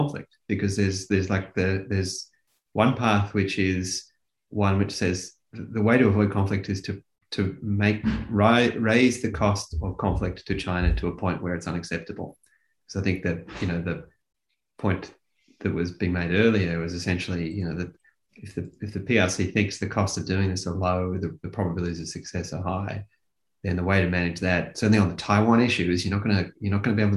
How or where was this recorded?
video call